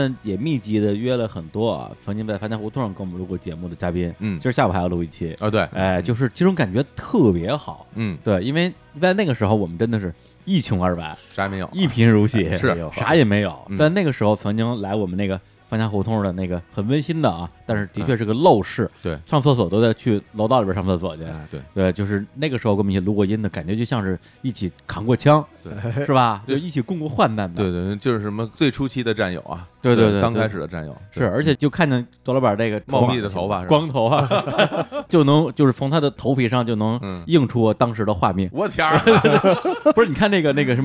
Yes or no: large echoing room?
no